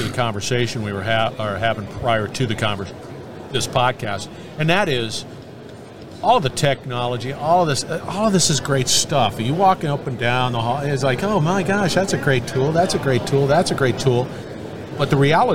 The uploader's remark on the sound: We're onsite at the 30th Annual SMRP conference. We're onsite at the 30th Annual SMRP conference.